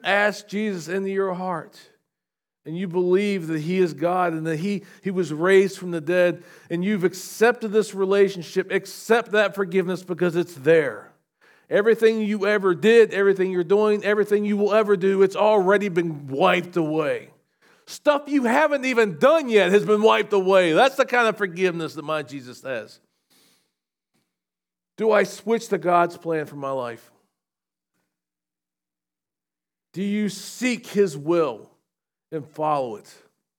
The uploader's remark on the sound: SVBC Morning Service. Recorded at Shenandoah Valley Baptist Church on Feb 11, 2024.